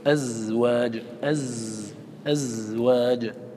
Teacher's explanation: لابد من إصفاء جهر الزاي. أزواج، أزواج، لا نهمس. · فالزاي مجهورة والسين مهموسة. وبعض الناس يقول مثلا الز يشبهها بالسين يهمسها، لا، لابد من إصفاء جهر الزاي.